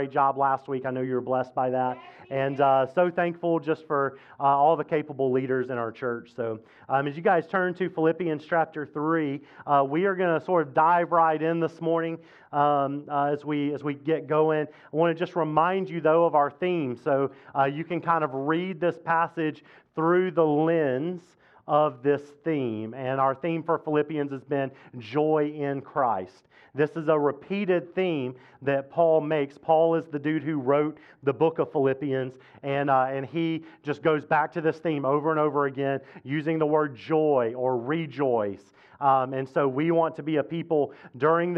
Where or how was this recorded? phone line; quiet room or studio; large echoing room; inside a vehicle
large echoing room